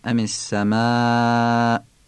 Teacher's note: همزه سما در وقف نیاز نیست به طور واضح بیان بشه، همین که حس بشه کافیه. اگر بخوایم خیلی واضح بگیم اون وقت قلقله میگیره که درست نیست، همزه قلقله نداره.